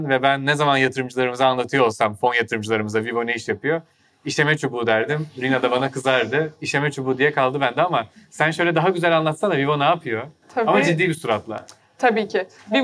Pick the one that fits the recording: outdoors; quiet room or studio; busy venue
busy venue